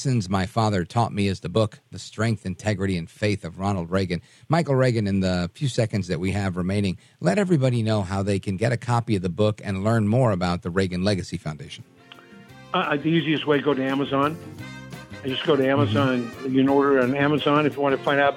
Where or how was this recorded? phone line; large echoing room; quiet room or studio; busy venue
phone line